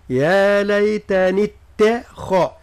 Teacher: ثم حذاري من تفخيم التاء، يعني يا ليتني اتخ، يعني التاء رقوها والخاء فخموها